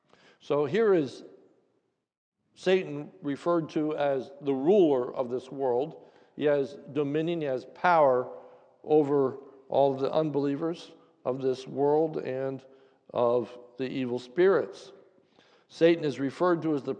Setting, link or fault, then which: setting, large echoing room